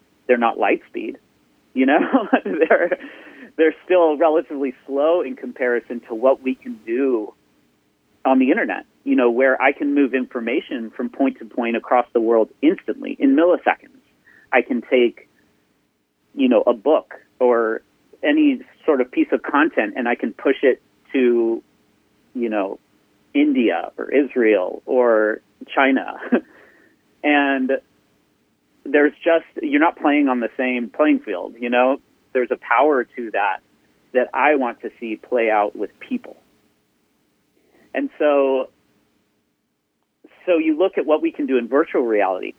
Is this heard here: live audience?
no